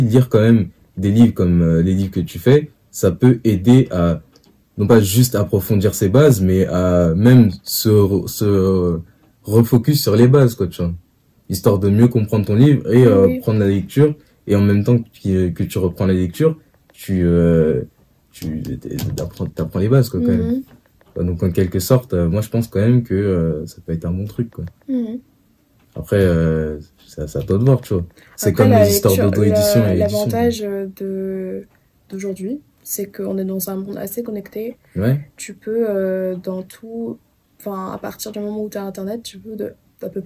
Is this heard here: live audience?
no